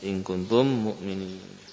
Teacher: Nah, bila mim sukun bertemu mim, maka terjadilah idgham. Mimnya bertasydid. Ya. Bibir tetap merapat, gunnahnya diperpanjang. Ya. Gunnahnya menjadi paling sempurna. · Term: idgham syafawi